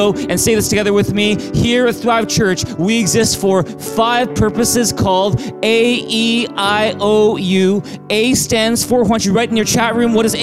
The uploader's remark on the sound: Streamed on July 19, 2020 at THRIVE Church Vancouver, Canada